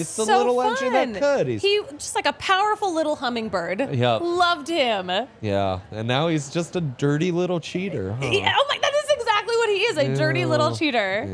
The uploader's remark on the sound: coming to you LIVE from the DNVR Bar